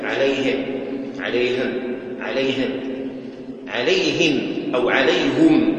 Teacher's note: فصف الهاء ورققها ولا تشمها فتحا